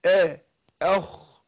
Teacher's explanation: ورققت الهمزة رحت ايه فخم الخاء